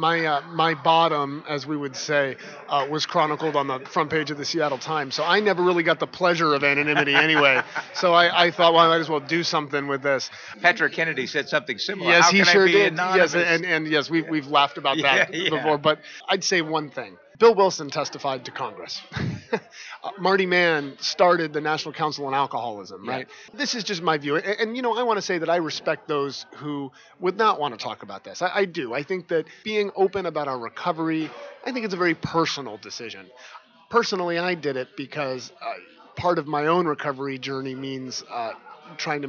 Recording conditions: busy venue